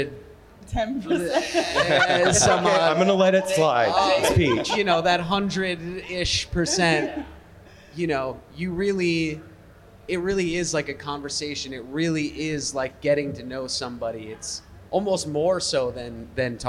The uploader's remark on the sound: A Peach Music Festival Recap. Attending this incredible 4 day festival at Montage Mountain in Scranton, Pennsylvania. Podcast live from this iconic festival's 10th Anniversary.